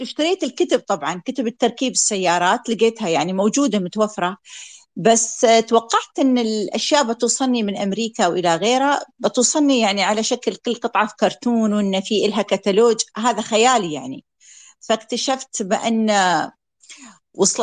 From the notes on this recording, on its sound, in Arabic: تسجيل لمساحة ابن رشد الأسبوعية على منصة تويتر